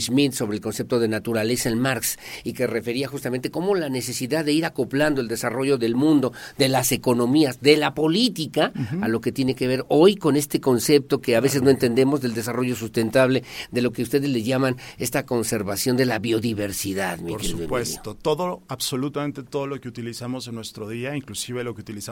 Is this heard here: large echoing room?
no